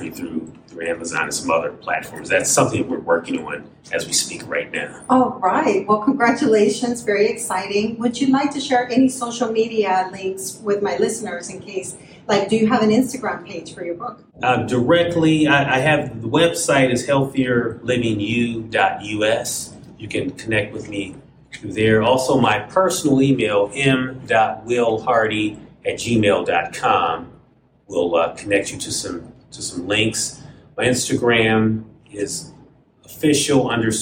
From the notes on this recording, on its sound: Recorded at the National Health Association Conference